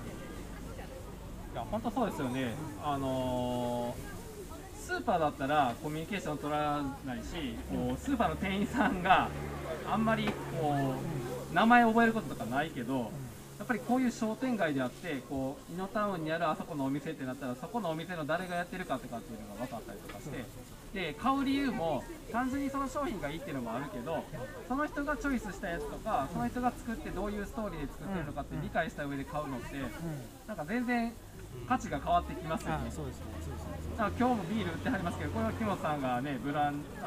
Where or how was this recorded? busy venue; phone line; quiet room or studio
busy venue